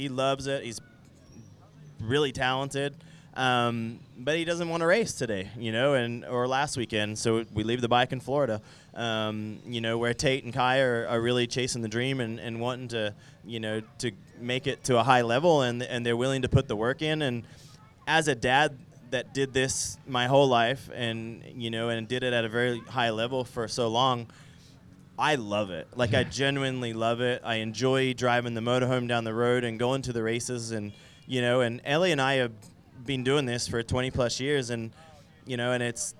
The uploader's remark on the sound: go live from the 2023 Vurb Classic at NxtLvl101